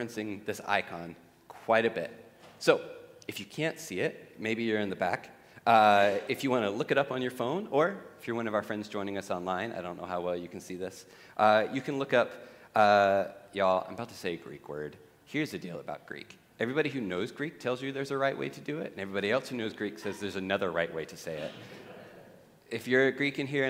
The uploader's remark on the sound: At The Table worship gathering on Sunday, February 11th, 2024.